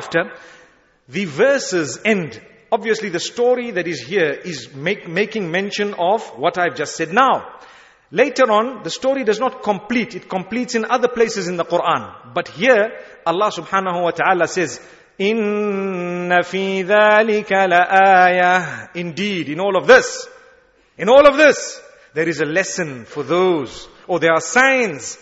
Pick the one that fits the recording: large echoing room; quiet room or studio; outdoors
large echoing room